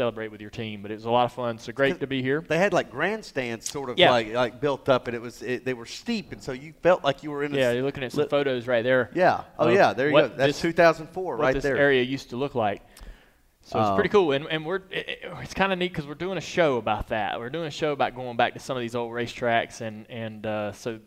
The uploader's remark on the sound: Live from Daytona. The Team Chevy Experience at Daytona International Speedway in front of a studio audience.